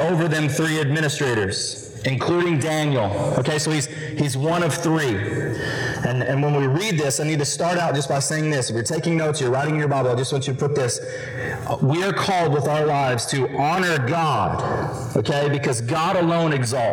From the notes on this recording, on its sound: We apologize for the distorted audio, and it will be fixed in the coming weeks.